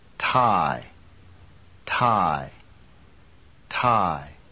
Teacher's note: There's a strong puff of air with a T. This caused the paper to move. · Term: aspirated sound